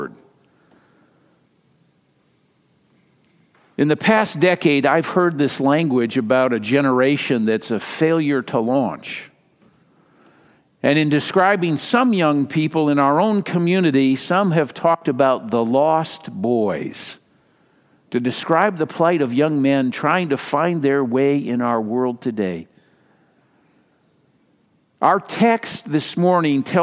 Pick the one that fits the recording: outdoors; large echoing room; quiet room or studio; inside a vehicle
large echoing room